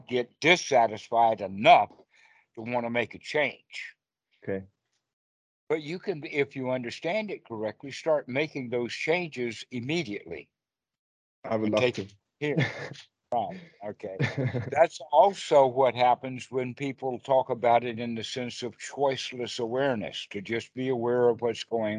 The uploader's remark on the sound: skype calls on this channel